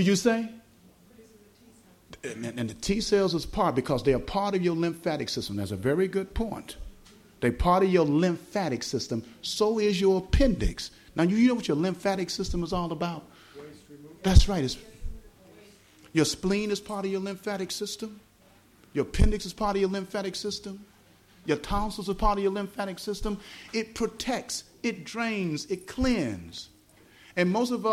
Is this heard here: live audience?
yes